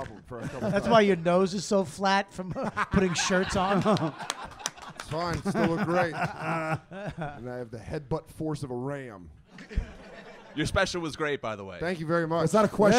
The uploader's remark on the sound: YKWD Live at NYC Podfest